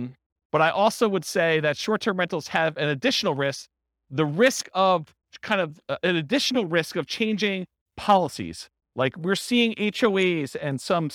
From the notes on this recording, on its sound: This was a live class recorded